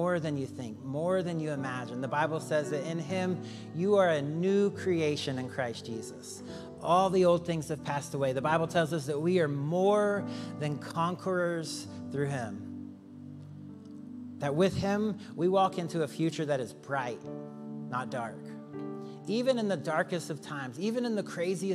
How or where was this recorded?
large echoing room